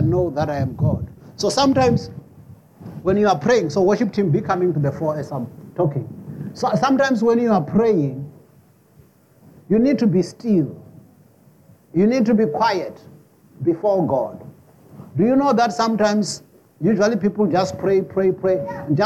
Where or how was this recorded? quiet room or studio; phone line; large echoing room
large echoing room